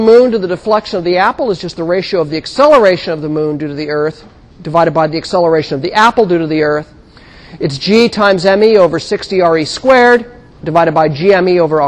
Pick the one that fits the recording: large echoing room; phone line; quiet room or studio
large echoing room